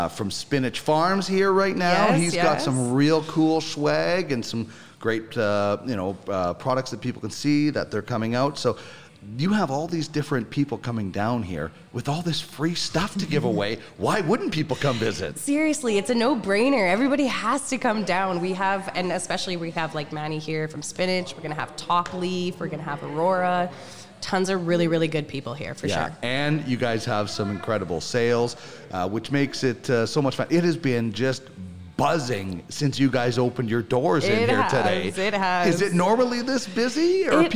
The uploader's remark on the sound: It’s a great day today at Spiritleaf Argyll in Edmonton as the Spiritleaf Bus Tour is one and we’re on location.